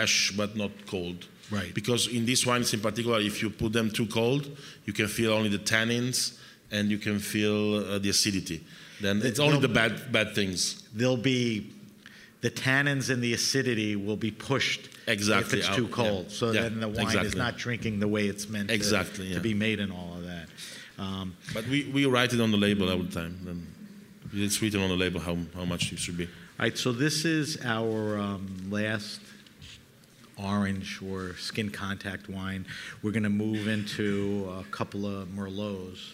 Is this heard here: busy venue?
yes